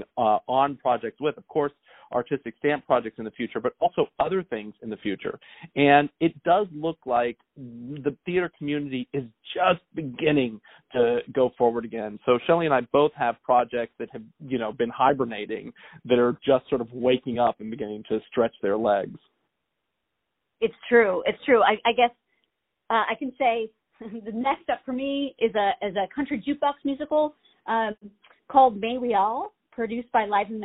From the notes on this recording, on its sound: On the phone